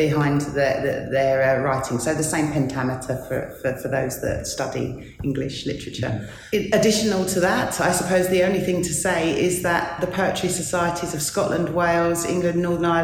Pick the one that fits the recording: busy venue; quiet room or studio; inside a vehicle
busy venue